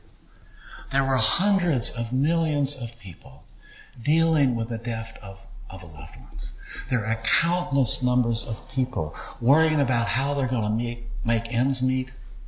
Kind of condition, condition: setting, large echoing room